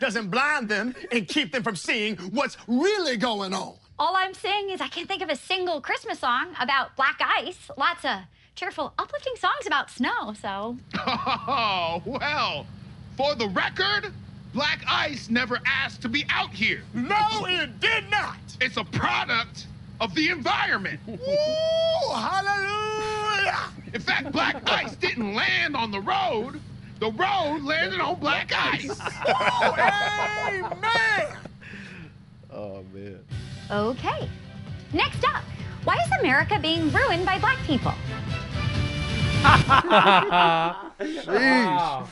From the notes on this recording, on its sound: Actual audio from our on the street evangelism outside of the local Planned Parenthood. We were confronted by some professing Christians who claimed that we were not being loving.